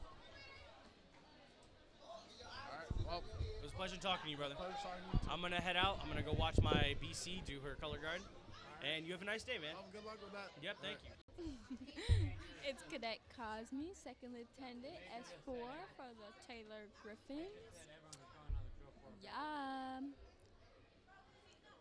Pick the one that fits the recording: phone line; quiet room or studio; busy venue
busy venue